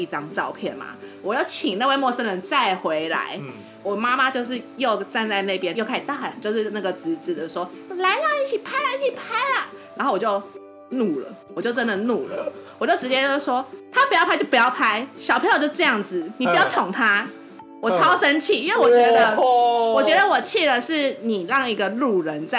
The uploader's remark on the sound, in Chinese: 抱歉這次沒顧好，錄音環境噪音有點多。